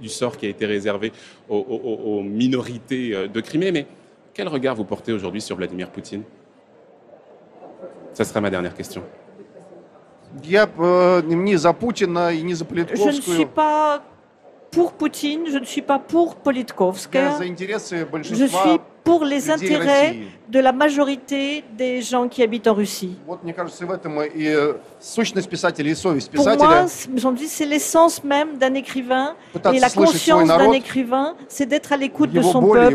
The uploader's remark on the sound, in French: En direct du Salon du Livre